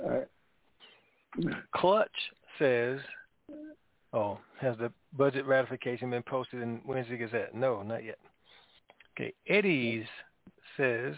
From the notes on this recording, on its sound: TNTSuperfantastic Conference Call 2